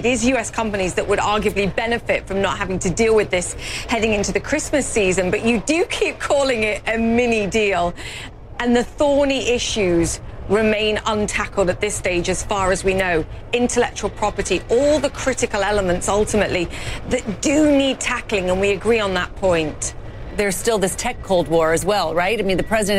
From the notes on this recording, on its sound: Live from the New York Stock Exchange.